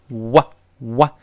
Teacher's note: w 这个半元音呢，我们说过，双唇碰撞，立刻分开，哇，哇。然后呢，后面又是 ow，先发啊，滑到 o，再来一遍。啊，啊，啊，哦，啊，哦，这么声音。我们再读一遍，哇哦，哇哦。